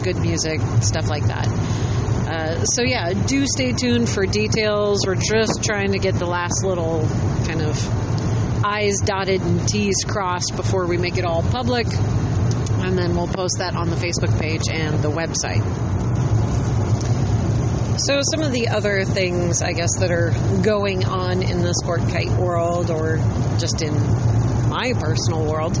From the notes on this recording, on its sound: Dispatch from the road on the way to SPI.